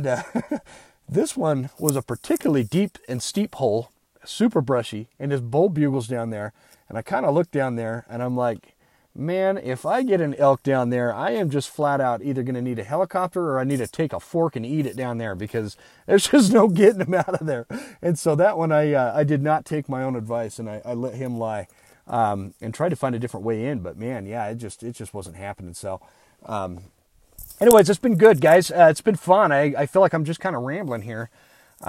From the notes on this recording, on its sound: I recorded this episode on my phone from the elk woods of Idaho.